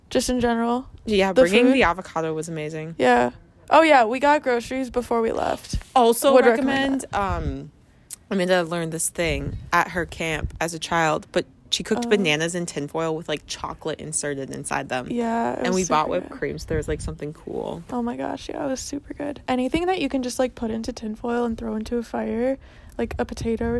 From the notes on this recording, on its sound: Join us while we sit outside.